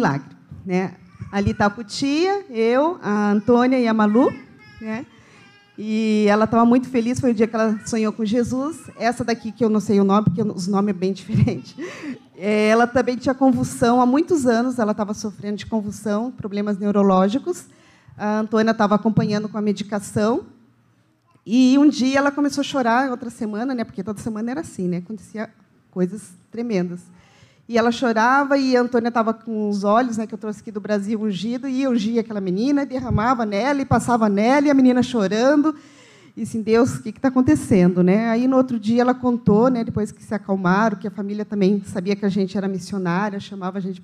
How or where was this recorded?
large echoing room